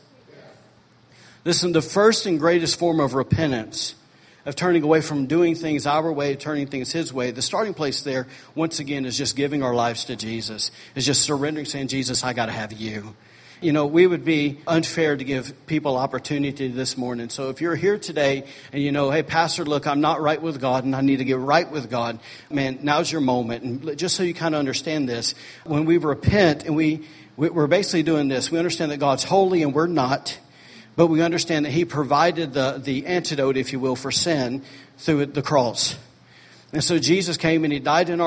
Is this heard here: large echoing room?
yes